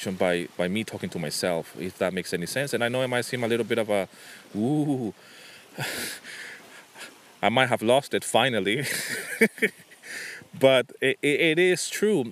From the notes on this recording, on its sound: This episode was recorded on a rainy winter day by the beach in Nafplio, Greece.